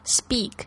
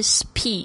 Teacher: 在这个 s 的后面的发音的时候，就会发成这个浊音的 b 的这个 b 的声音 · Shown in: first take